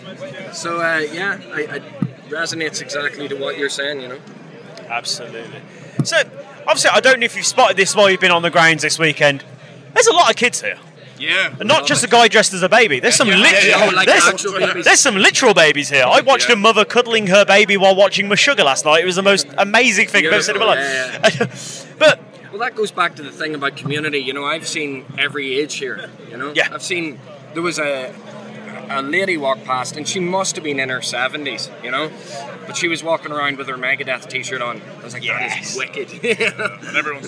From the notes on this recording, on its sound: From our 'Live from Bloodstock 2023' series